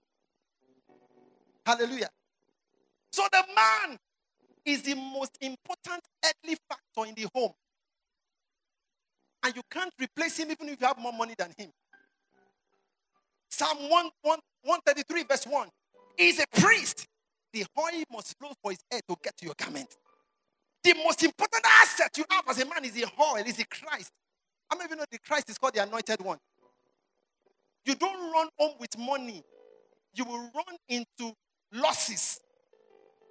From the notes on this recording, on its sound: You are listening to sermons from our annual word & worship festival.